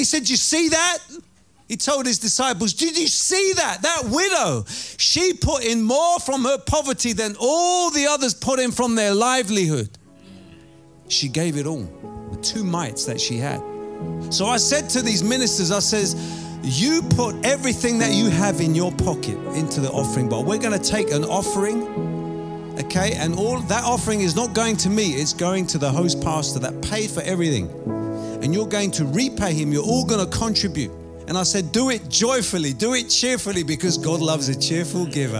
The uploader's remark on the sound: Preaching at Oasis Church, Watford, England.